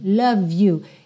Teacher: Eu também ligo, porque o E de love não é pronunciado. Então, eu já ligo o V no you. Embora Y não seja uma vogal, seja uma consoante, ela tem um som de vogal, you, ok?